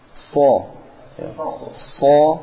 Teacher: Masih pakai wasatul lisan. Pakai ujung lisan.